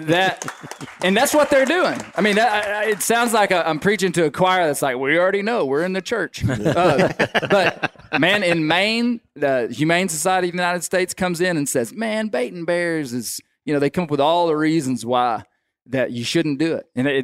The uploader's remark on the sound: LIVE at the Bonanza. LIVE, for the first, from the Black Bear Bonanza in Northwest Arkansas.